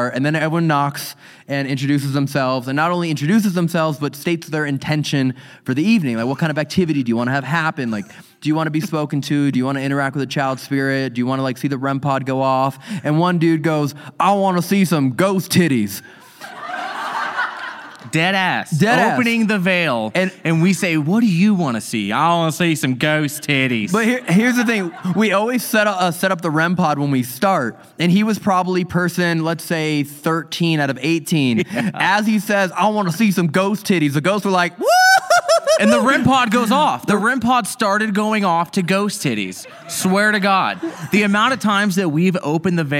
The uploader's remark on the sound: This episode was filmed in front of a live audience at the haunted Piper’s Opera House in Virginia City, NV on September 9, 2022.